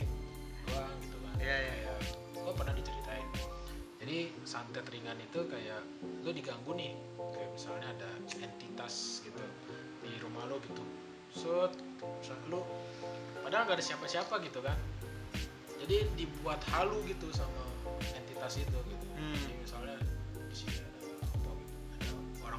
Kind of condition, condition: fault, background noise